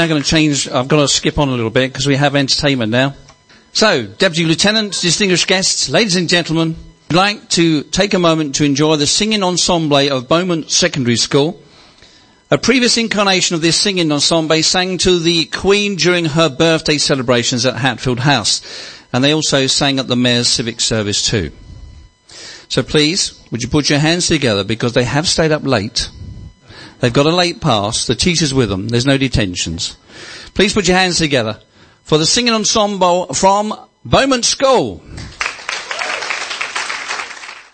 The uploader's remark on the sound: A specially-recorded program from the finale of the Mayor's pride Awards 2017 from St Michael's Manor in St Albans. Where the winners of all 8 categories and special awards were announced.